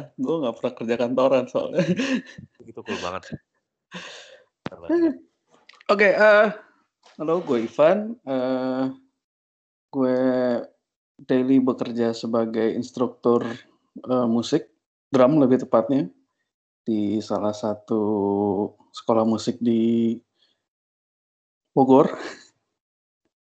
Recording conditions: poor sound quality